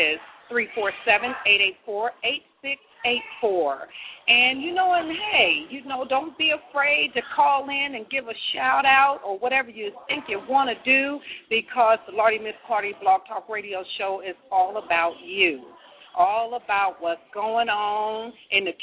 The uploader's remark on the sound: broadcasting live in Columbus, Ohio at the Shoppes at 1030 Alum Creek Drive